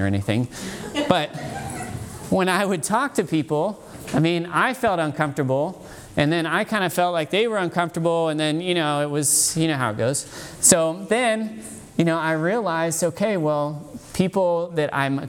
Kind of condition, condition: setting, live audience